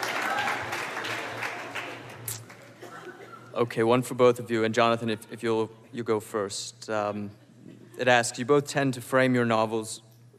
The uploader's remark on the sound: It was recorded on Oct 20, 2016 in front of a live audience at New York's 92nd Street Y.